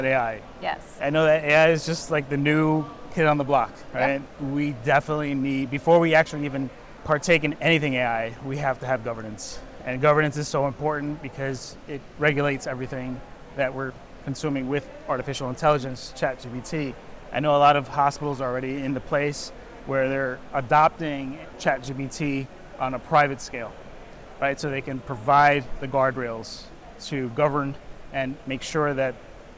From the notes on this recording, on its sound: live from the 2023 CHIME Fall Forum